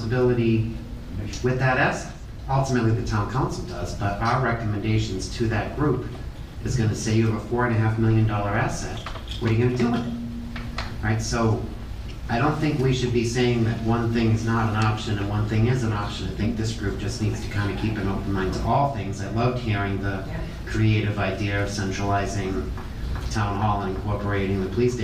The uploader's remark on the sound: This session of the radio show shares the audio for the Davis Thayer Reuse Committee meeting held on Tuesday, August 15, 2023 in the Council Chambers.